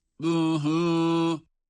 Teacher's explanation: Ama rabbuhu derken buradaki zamir hü diye uzatılır. Çünkü ondan önceki ba harfinin harekesi var, ötre bir harekesi var, şedde ile gelmiş.